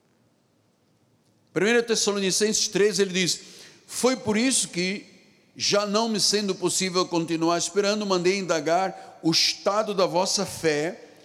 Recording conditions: large echoing room